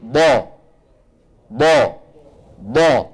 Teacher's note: ضاد متحركة أيضا هنا حاولنا أن نعبر بالأسهم عن أن الصوت يتجه يمنة ويسرة ولا يتجه إلى الأمام